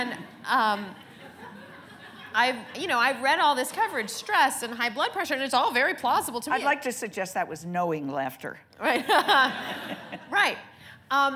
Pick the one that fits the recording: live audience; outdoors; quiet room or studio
live audience